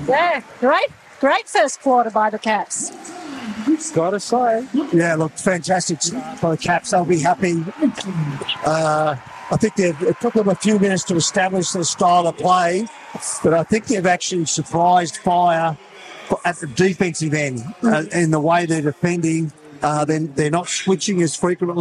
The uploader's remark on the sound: We’re LIVE from the National Convention Centre in Canberra. Despite a tech hiccup we are able to get most of our pre-game chat before tonights live call.